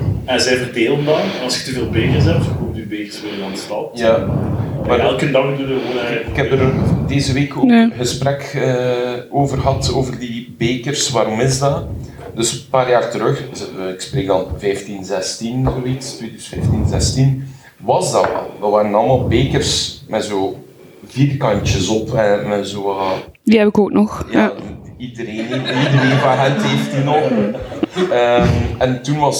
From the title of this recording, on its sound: GF23 Live